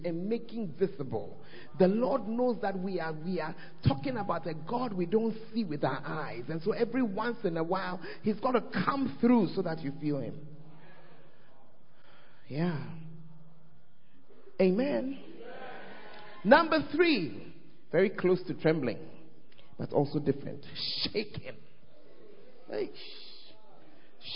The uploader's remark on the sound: Preached At The First Love Center, Ayeduase